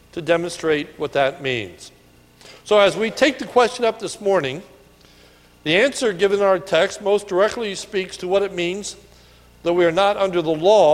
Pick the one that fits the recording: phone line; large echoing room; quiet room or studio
large echoing room